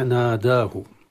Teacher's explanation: وأغلب القراء على الفتح ناداه، ولكن بالألف المرققة وليس بالألف المفخمة، لأن الألف لا تفخم في هذه الحالة.